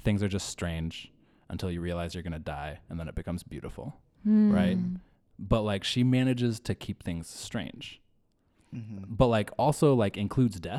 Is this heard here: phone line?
no